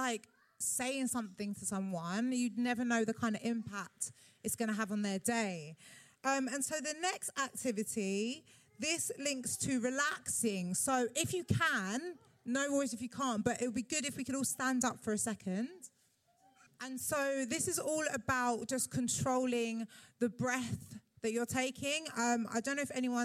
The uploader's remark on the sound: Part 3 of 'Badass Mums Live' at the Roundhouse